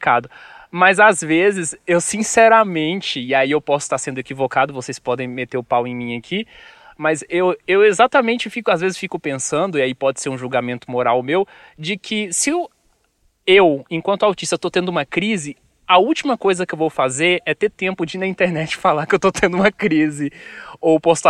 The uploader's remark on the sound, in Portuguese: Direto do Parque Estadual do Caracol em Canela, no Rio Grande do Sul, no primeiro episódio do Introvertendo com convidados gravado presencialmente em anos.